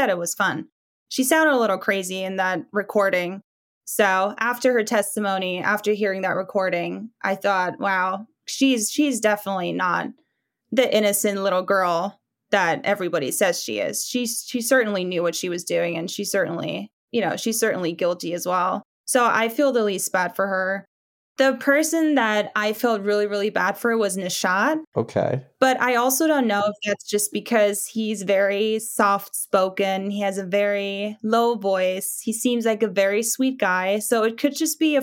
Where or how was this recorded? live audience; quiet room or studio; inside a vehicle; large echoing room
quiet room or studio